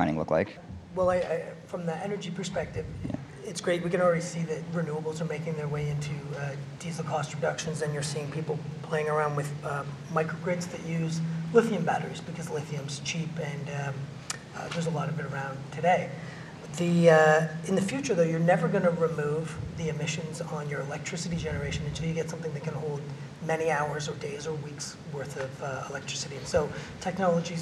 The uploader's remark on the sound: This episode features a round-table discussion on clean mining recorded live at The Northern Miner's Progressive Mine Forum held at the MaRS Discovery District in Toronto in October 2018.